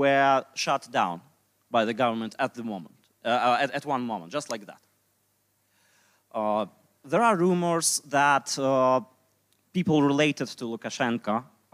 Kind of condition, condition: setting, live audience